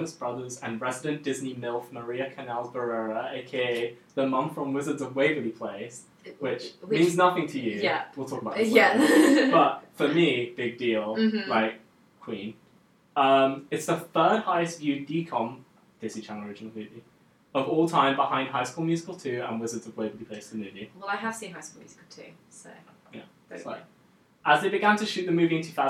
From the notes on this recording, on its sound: We apologise for the audio quality in this episode. Unfortunately there was some technical issues in the studio we didn't find out about until afterwards.